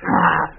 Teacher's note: It doesn't have a regular vibration, a lot of breathiness maybe, a lot of hyperfunction. You know, something like this, a strained voice. · Term: deviant voice